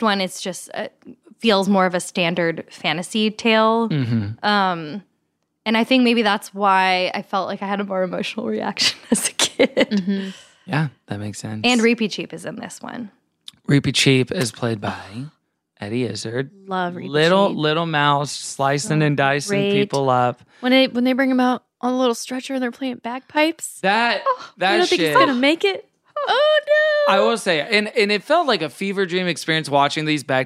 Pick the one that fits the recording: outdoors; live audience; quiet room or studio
quiet room or studio